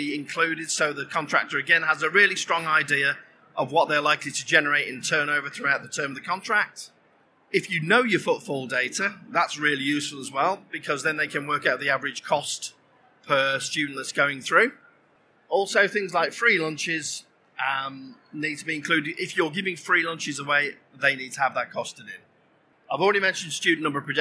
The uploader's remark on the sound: This session was recorded live on 13th November 2019 in the Business & Finance Theatre of the Schools & Academies Show at the NEC in Birmingham.